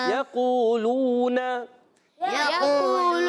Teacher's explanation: یہاں پہ لو یقولو، یہ دونوں واو مدہ ہیں، لام واو ساکن پیش ہے، لام پر پیش، واو ساکن پہلے قاف پر پیش، یعنی دونوں کو ایک ایک الف کھینچنا ہے، قو کو بھی اور لو کو بھی